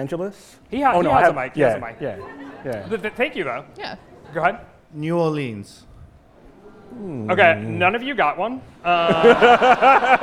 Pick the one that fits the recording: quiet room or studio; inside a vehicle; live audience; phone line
live audience